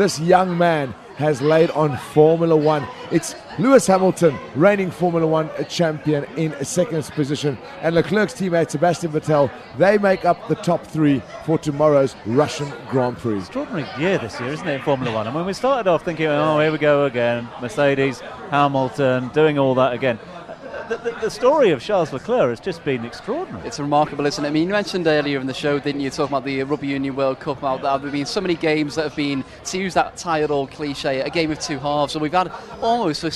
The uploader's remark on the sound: From our spiritual home Barasti